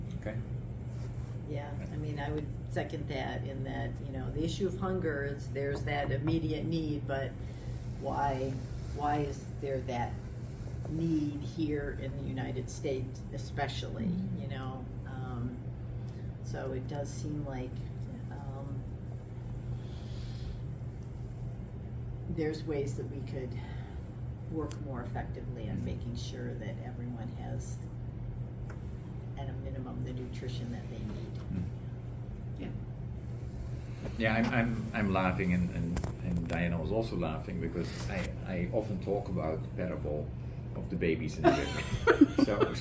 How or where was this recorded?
busy venue